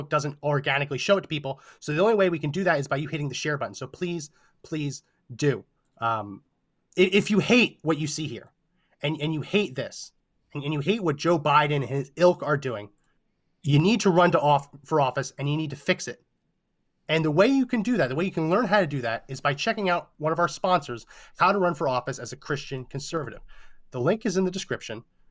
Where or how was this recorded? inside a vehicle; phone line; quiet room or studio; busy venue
quiet room or studio